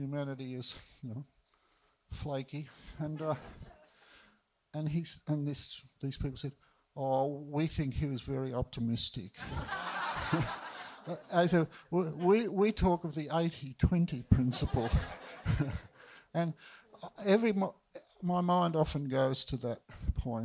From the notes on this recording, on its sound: Comes to Blarney for this intimate chat with his audience!